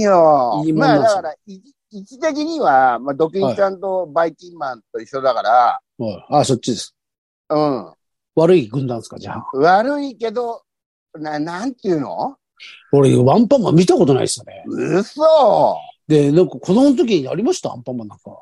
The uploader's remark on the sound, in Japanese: ZOOMで収録。